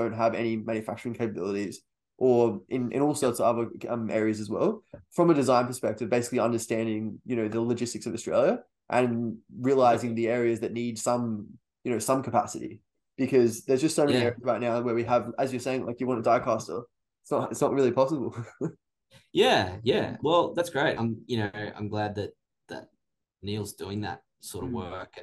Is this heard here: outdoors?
no